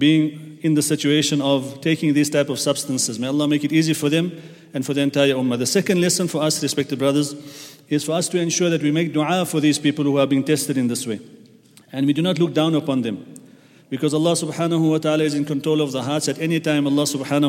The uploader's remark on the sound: at the Houghton Masjid (West Street)